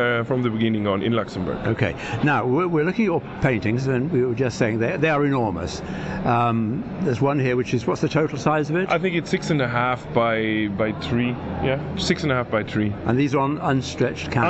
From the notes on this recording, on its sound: Live from ART ROTTERDAM 2024 talking to artists and galleries. We are live at Art Rotterdam at the iconic Van Nellefabriek.